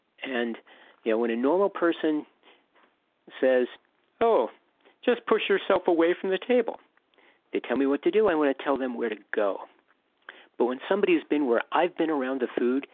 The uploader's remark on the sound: 100 Pounders Phone Meeting.